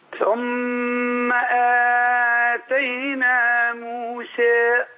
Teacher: تقف على موسى وتبين أن فيها حال الوقف التقليل